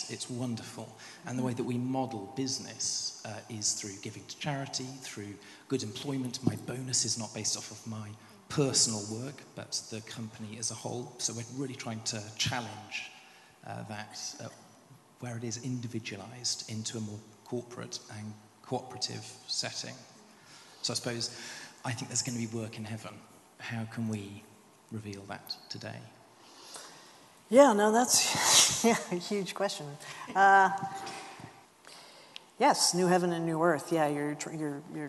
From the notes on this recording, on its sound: This GodPod was recorded as part of a lecture. At St Mellitus College.